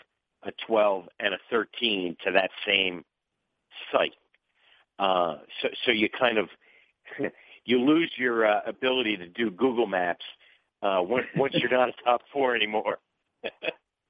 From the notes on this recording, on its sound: ESPN Bracketology Conference Call.